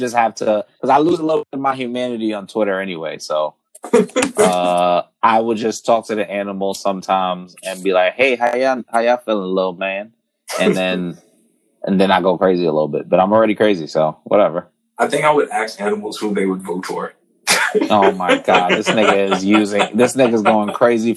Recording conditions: poor sound quality